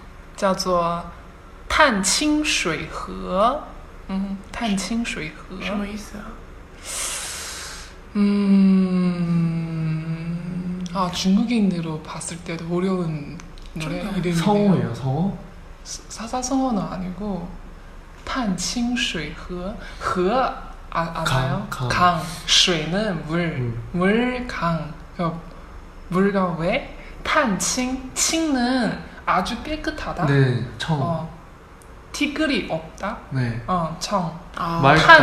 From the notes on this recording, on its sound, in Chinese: 因为不是在韩知录音室录制的节目，因此试听效果会没有往期的节目那么清楚